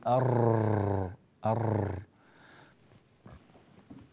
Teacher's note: الراء عندك مكررة جدا يا بني